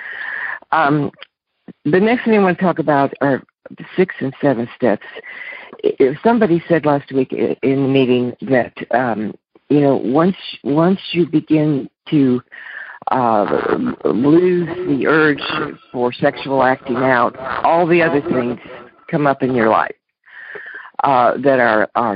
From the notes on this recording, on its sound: Monday Noon Phone Speakers Series.